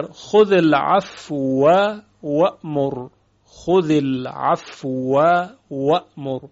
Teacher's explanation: و همچنین مثال دیگر، خذ العفو و امر، خذ العفو و امر، که در اینجا خذ العفو و، خذ العفو به این صورت میشه، یعنی فا ساکنه اما واو در واو بعدی ادغام میشه